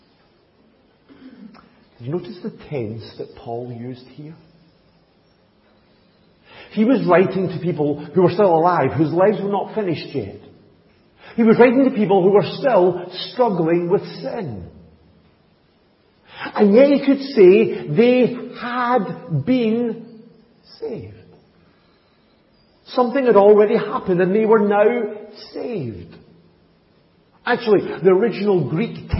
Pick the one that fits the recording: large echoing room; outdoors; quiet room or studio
large echoing room